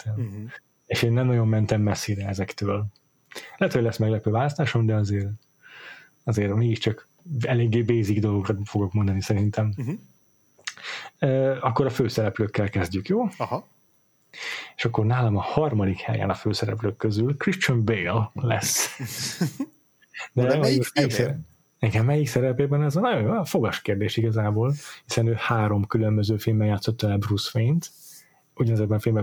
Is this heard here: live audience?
no